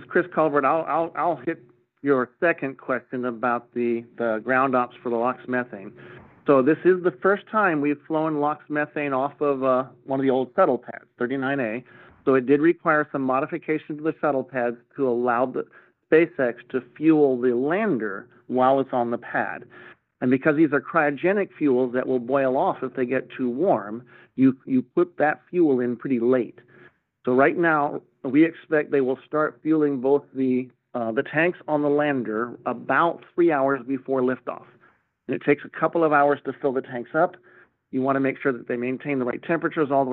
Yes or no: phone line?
yes